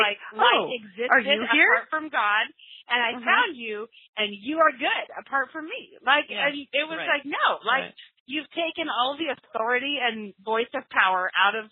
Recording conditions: phone line